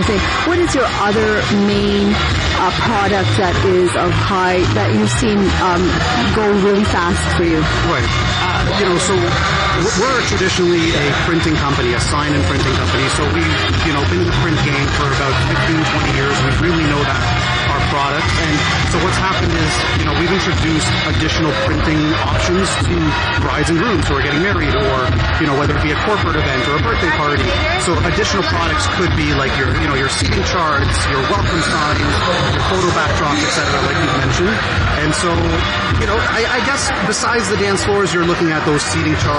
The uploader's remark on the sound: Modern Bride Show LIVE on Location